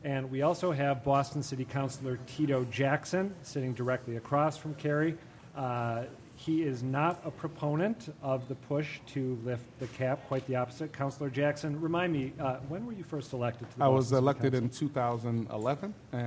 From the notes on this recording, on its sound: A Debate On Charter Schools Live From The BPL.